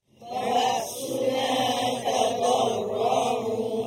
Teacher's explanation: huruf hamzah, dia bersifat dengan suaranya syiddah, suara terputus pada makhraj tu. Ba, ba, suara dan nafas kita terhenti pada makhraj hamzah yang berada di di pangkal leher ataupun kerongkong kita.